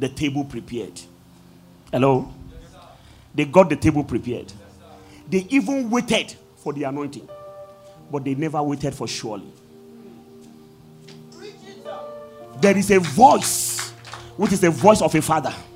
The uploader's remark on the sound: at The Greater Works International Convention (GWIC) | Day 4 Evening Session